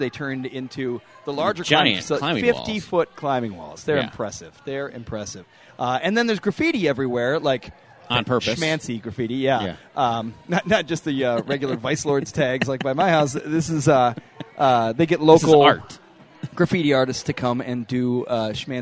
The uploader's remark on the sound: Record live at Brooklyn Boulders Chicago while their daughters preview Brooklyn Boulders Summer Camps.